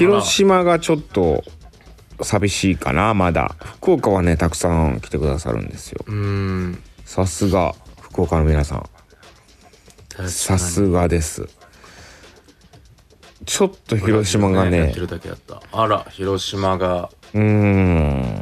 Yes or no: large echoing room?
no